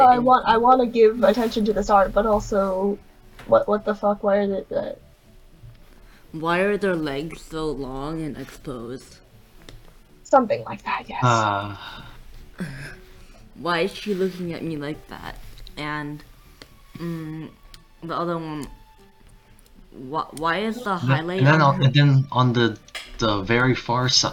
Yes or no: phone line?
no